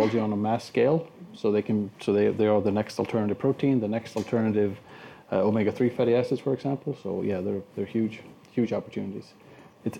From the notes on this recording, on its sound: This episode was recorded live at the YFood London Food Tech Week.